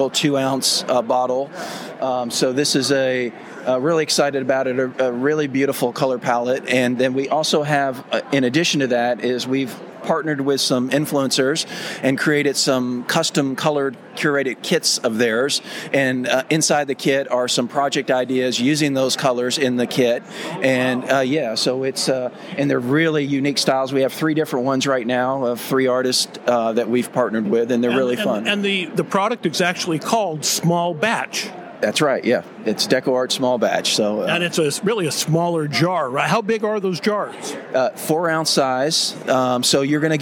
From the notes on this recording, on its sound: NAMTA Trade Show Part 1. We are on the trade show floor of the 2023 National Art Materials Trade Association convention.